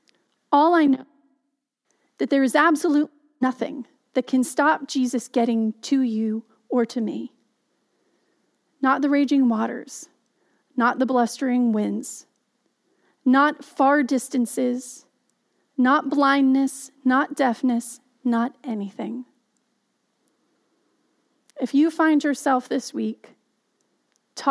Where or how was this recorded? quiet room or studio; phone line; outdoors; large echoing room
large echoing room